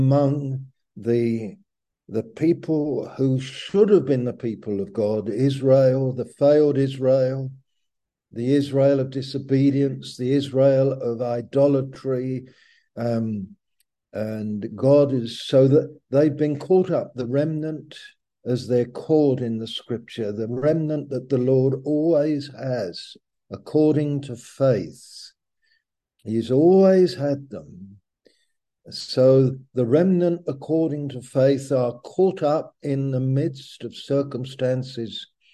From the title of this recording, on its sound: Malaysia Meets (Zoom)